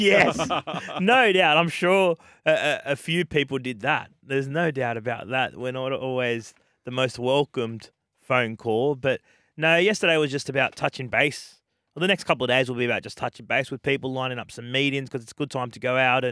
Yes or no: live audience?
no